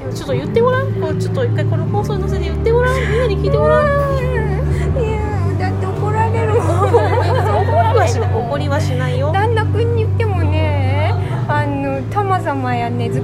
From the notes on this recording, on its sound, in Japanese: 収録日当日は、34度越えの真夏日の中、渋谷某所でアフタヌーンティーをしていたんですが…いやぁ、暑かったねぇ…。